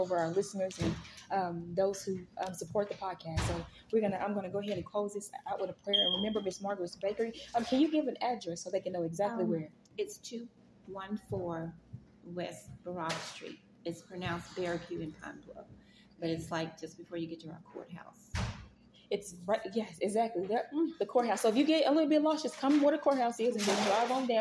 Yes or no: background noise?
yes